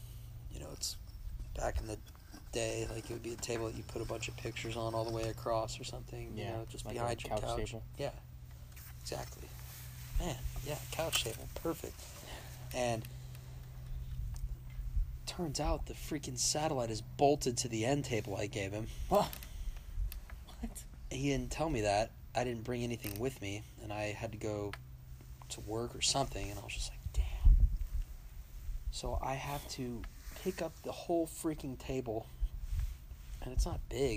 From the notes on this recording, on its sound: travels out to the country to have a fireside chat